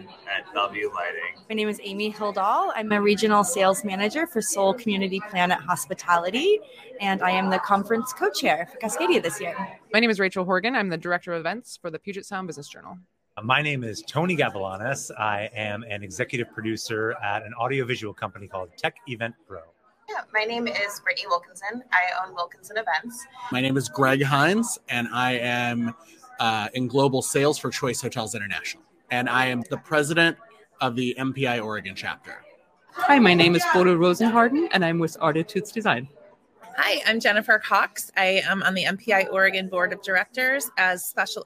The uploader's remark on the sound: In this episode, we're coming to you from the 2023 MPI Cascadia Educational Conference in Blaine Washington. The MPI Cascadia Educational Conference (CEC) is a joint regional conference for the Oregon and Washington State Chapters of Meeting Professionals International.